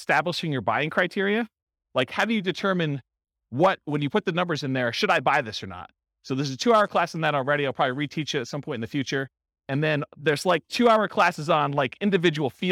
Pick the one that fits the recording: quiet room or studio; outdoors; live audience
live audience